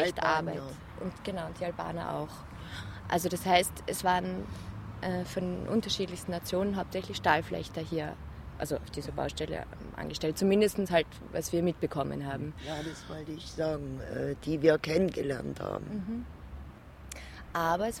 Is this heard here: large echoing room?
no